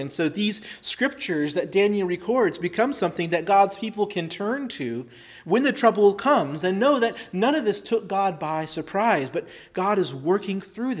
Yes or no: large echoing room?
yes